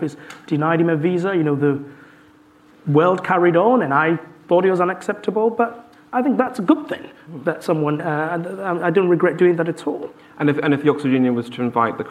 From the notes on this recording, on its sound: live at Wonkfest18